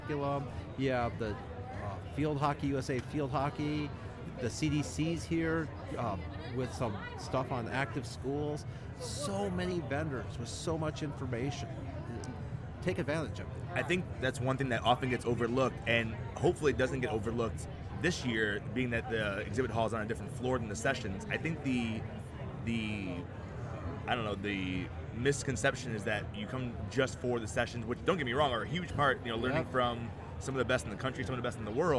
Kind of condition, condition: setting, busy venue